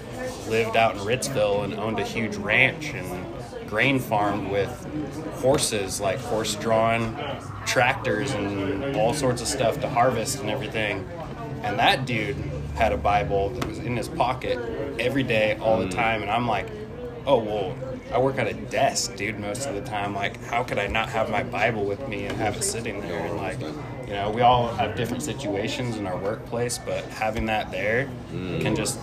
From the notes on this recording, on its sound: We did this episode at rocket bakery, so there is going to be some background noise.